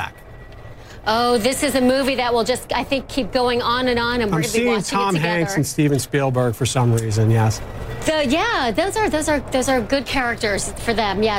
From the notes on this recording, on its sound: live from the New York Stock Exchange